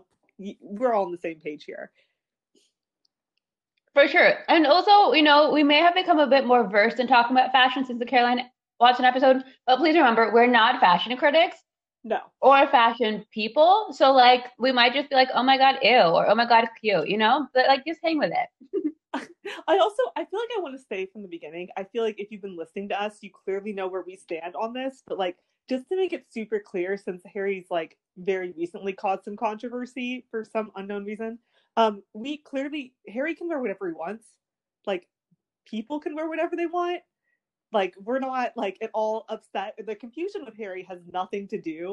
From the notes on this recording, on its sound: We would apologize for all technical glitches